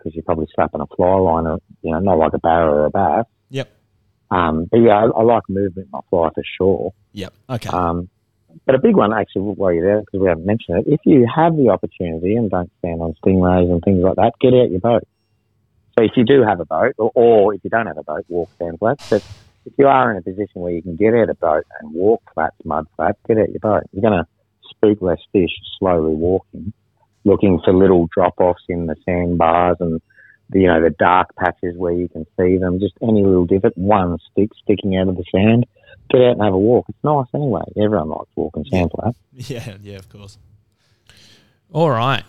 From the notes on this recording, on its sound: On the phone to chat all things victorian bream fishing.